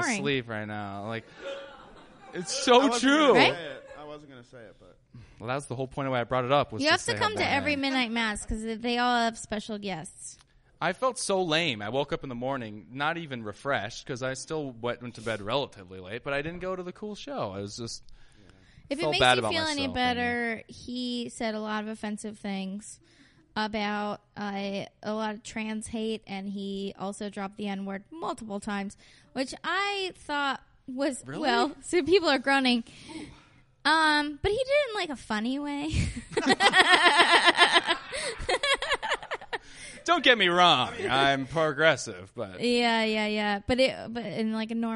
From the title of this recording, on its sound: Live at Brody Theater